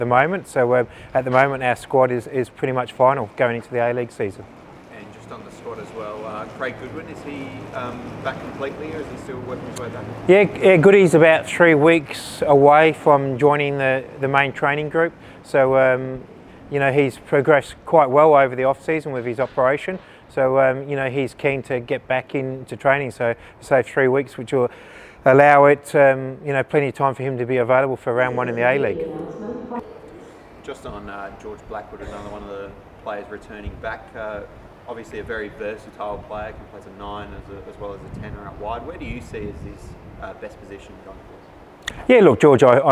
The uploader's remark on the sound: Pre-Match Press Conference